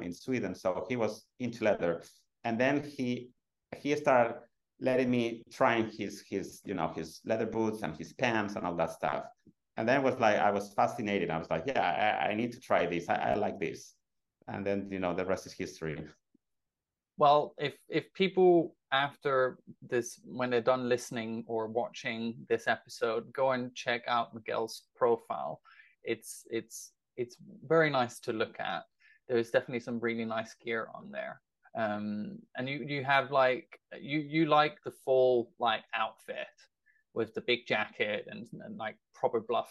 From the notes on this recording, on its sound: Recorded on 29 September 2023 on Zoom.